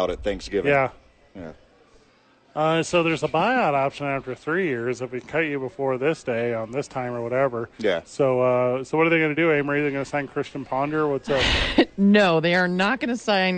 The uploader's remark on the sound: live from Red Door Brewery downtown